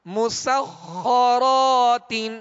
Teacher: میم سین کو باریک پڑھنا ہے، سین میں سیٹی کی آواز پیدا ہوگی اور خا حروف مستعلیہ میں سے لہذا پر یعنی موٹا کریں گے اور خا پر تشدید ہے لہذا دوہرا پڑھیں گے، دو مرتبہ پڑھیں گے.